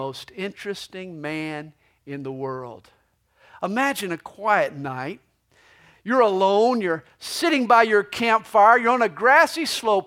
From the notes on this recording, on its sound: This messages was recorded live during the 2010 Christmas Eve service at CalvaryCSM located in Lilburn, Georgia.